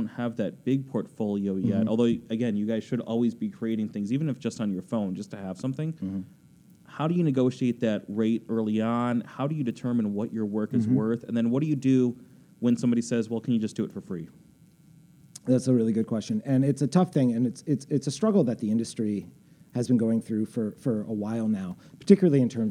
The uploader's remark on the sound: In an in-class interview recorded at Columbia College Chicago. Self Management & Freelancing class.